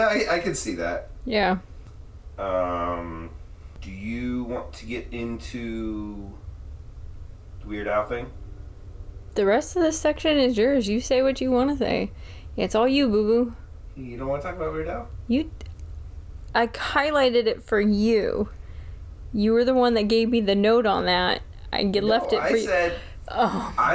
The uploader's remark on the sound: Thanks for putting up with our technical difficulties when it comes to the audio.